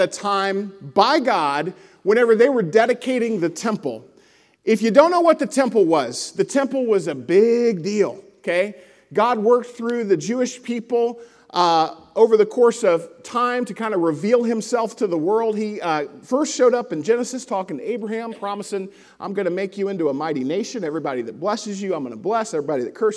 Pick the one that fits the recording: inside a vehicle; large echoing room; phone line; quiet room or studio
large echoing room